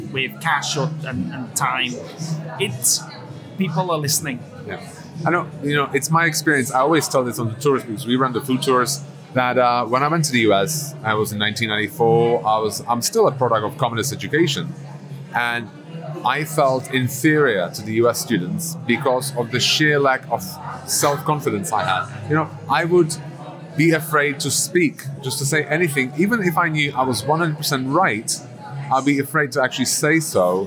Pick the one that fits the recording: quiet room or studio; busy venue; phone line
busy venue